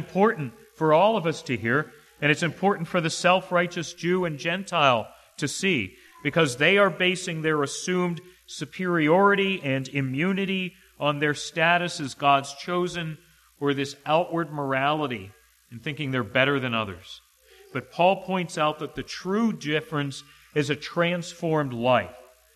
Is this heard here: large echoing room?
yes